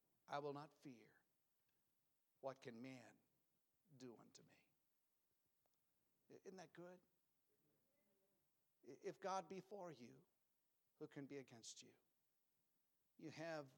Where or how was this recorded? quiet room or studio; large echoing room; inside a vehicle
large echoing room